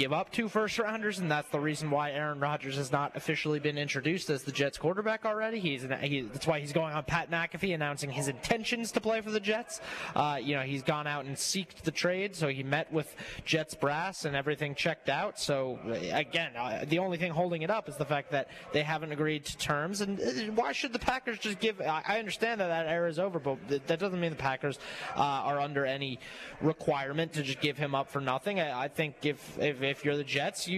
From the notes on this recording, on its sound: LIVE from Moe's Barbecue